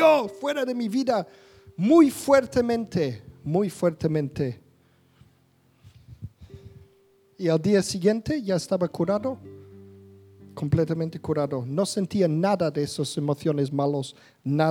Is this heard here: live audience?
yes